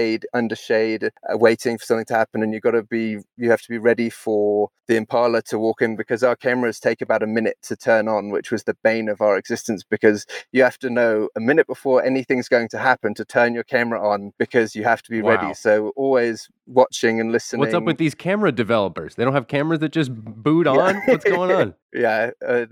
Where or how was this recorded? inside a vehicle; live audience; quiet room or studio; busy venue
inside a vehicle